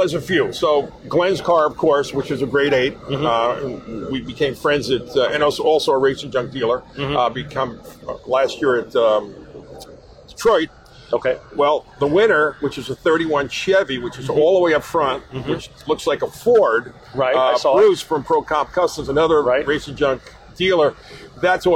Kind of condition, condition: setting, busy venue